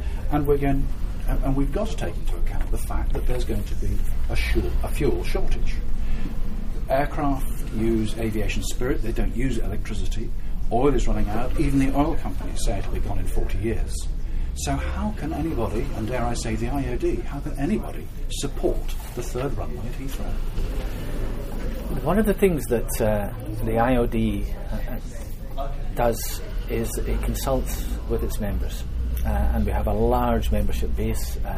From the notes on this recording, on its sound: Apologies for the background noise!